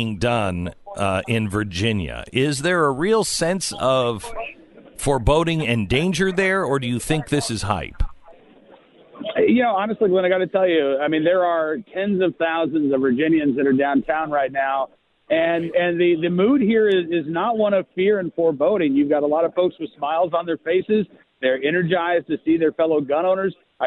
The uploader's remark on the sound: Reports live from the Virginia capitol as thousands peacefully lobby for their gun rights.